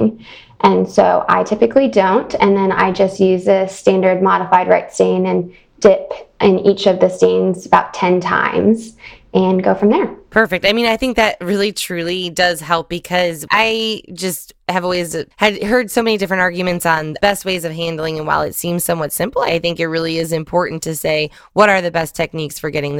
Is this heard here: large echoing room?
no